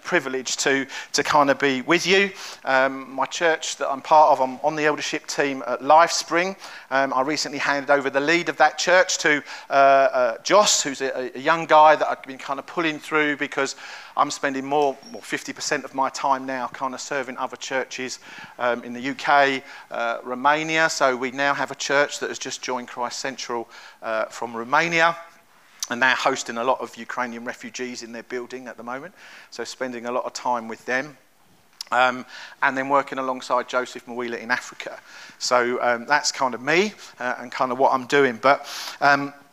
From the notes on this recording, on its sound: At Kings Church, Cockermouth, as an audio file.